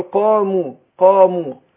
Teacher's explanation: خفف الميم شوية هي مضمومة لكن هي مرققة